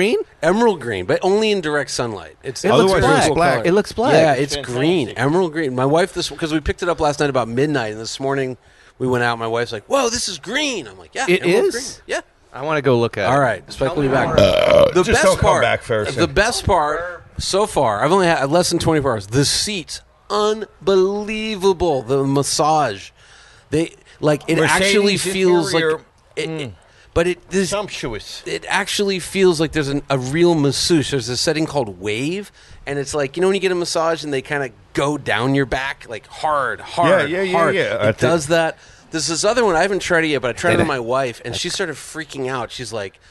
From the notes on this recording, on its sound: Recorded live from the porch of the world famous Malibu Kitchen.